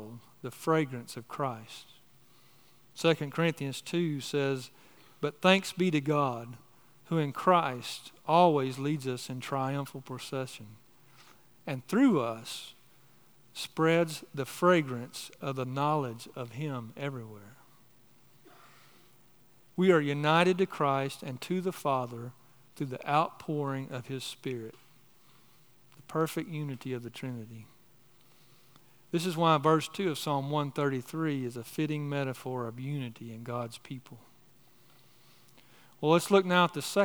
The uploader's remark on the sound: on the morning of December 3, 2023, at Chaffee Crossing Baptist Church in Barling, AR.